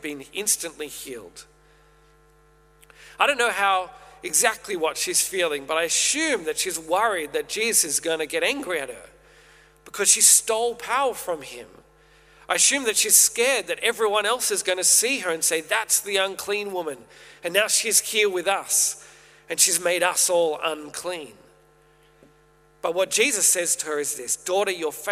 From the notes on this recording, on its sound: Originally preached at St A's Merri-bek in June 2023